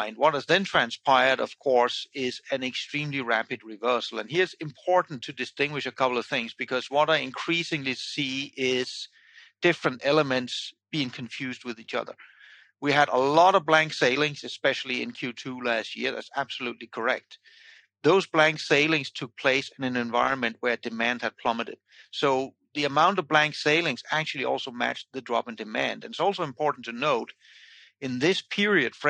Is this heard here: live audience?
no